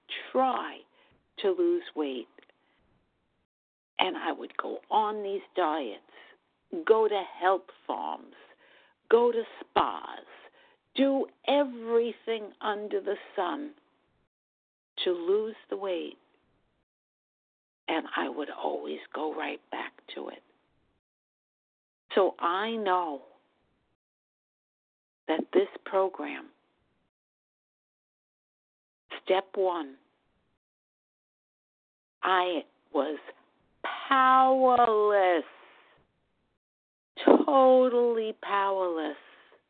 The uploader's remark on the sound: from the 100 Pounders Phone Meeting, 12/21/23.